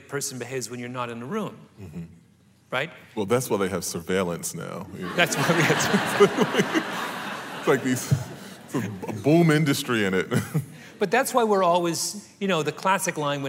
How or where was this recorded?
live audience